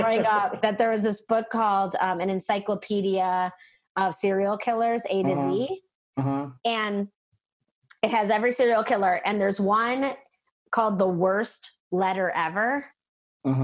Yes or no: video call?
yes